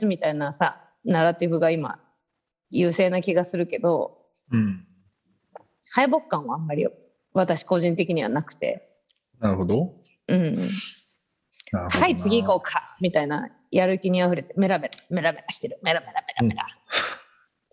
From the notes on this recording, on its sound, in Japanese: 本収録はビデオ会議サービス「Zoom」を使用し収録しています